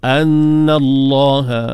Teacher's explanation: taghlizul lam, tebal pada lam, lafzul jalalah